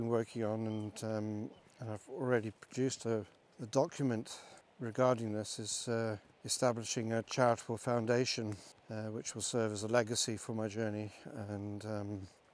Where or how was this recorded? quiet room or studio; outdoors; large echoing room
outdoors